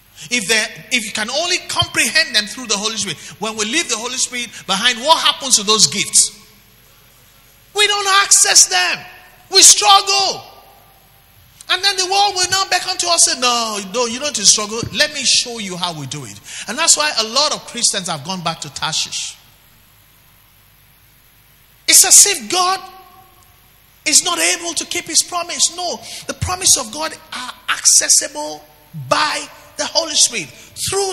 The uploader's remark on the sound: Record LIVE at our Wednesday Interactive Service.